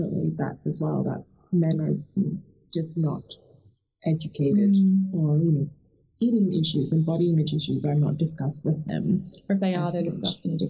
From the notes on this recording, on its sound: Apologies for the audio issues in this episode. We were contending with new equipment and not everything went according to plan!